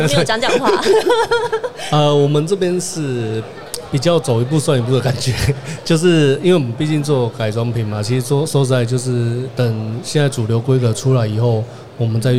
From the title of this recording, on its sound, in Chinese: 2022 Taipei Cycle台北國際自行車展-Live Podcast